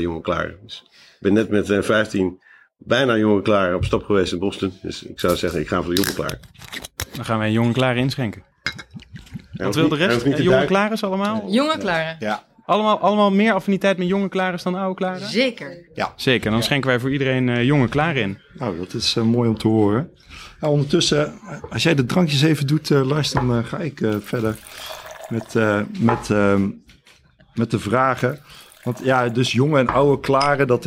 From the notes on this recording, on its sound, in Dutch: Live in een café mét publiek én jonge- en oude klaren.